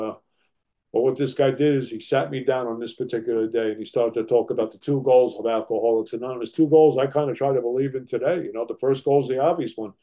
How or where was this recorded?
video call